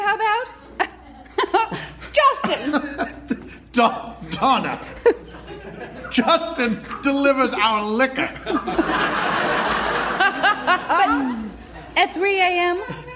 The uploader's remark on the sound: Recorded Live 8/6/2011 at Largo, Los Angeles.